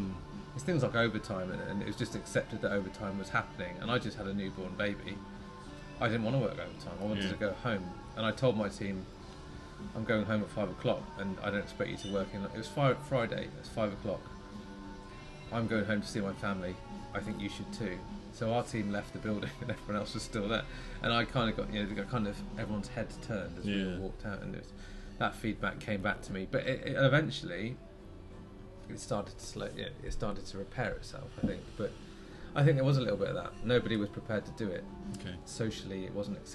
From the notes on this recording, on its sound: The Master Mariner, Brighton, UK. Enjoyed a road trip to the seaside this week, and stopped in at the Master Mariner for a drink and a chat by the water.